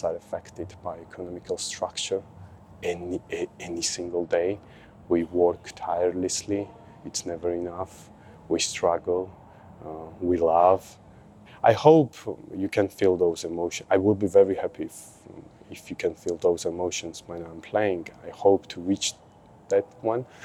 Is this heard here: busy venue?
yes